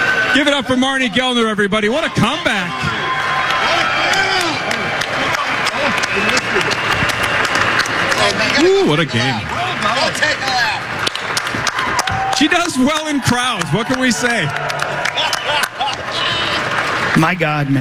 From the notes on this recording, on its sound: Initials Game 491 goes down LIVE at Mall of America.